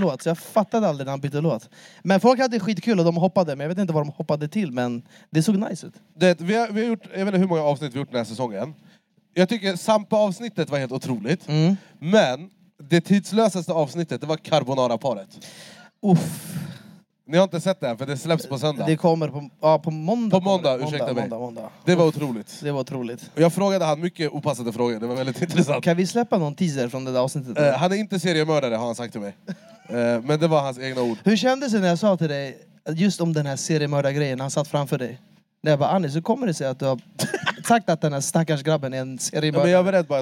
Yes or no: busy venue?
yes